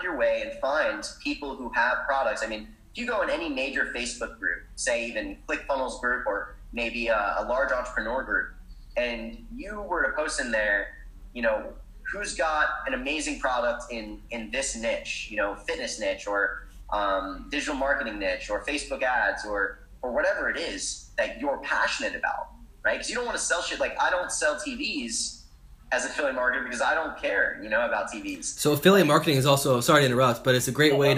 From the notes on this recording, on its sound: joins us via ZOOM